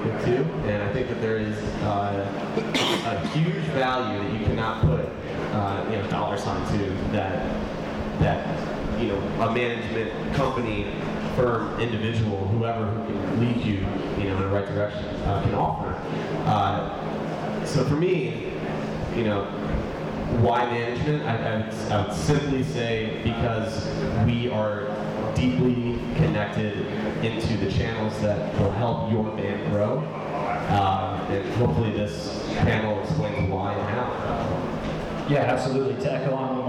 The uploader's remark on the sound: recorded at the 2017 Electric City Music Conference